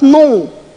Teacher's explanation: во французском оно выглядит как nom с носовым